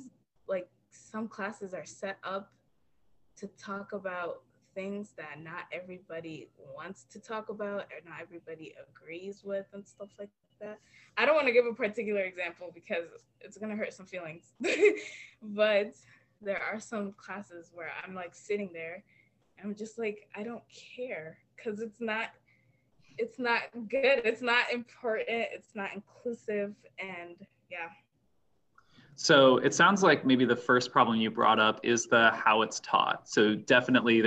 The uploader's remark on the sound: I had some technical difficulties so you'll need to turn your volume up a bit.